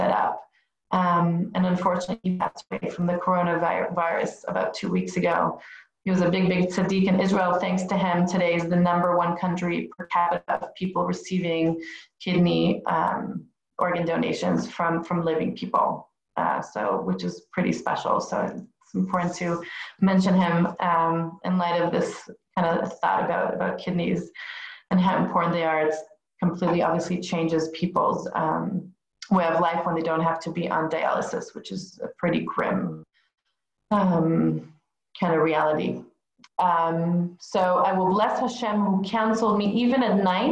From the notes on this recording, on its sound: Zoom Class